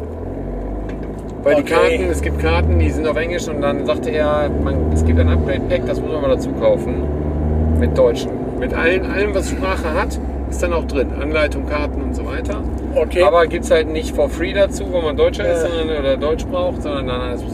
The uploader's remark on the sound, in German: Die Soundqualität ist dabei vielleicht nicht perfekt, denn aufgenommen wurde ganz spontan auf der Rückfahrt im Auto.